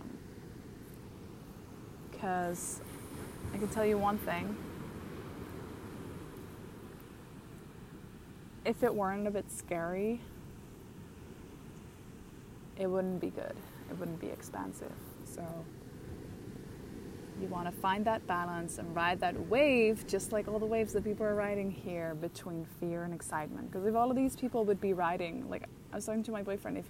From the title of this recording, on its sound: Live from the beach in Bali